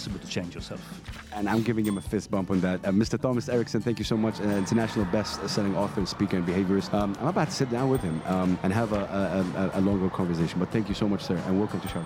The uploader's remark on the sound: Live at SIBF 2023. On the sidelines of his talk.